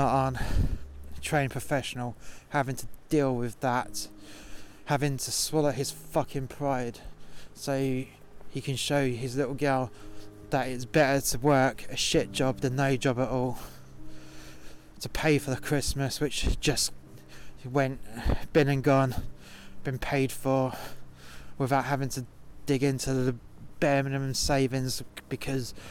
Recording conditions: outdoors